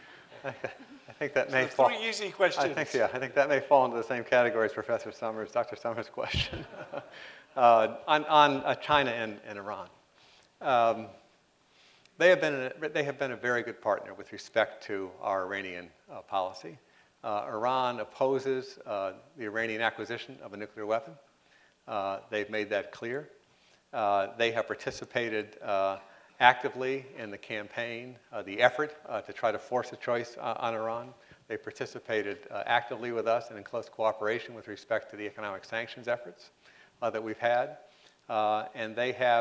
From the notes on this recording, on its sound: responded to questions from the audience